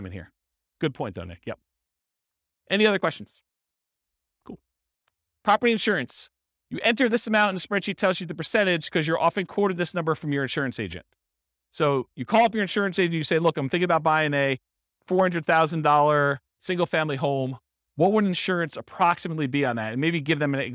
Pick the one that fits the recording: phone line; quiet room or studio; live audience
live audience